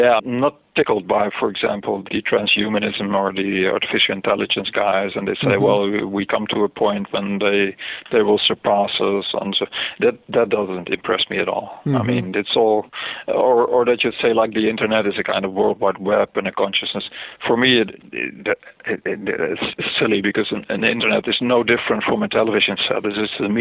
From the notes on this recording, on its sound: spoke by phone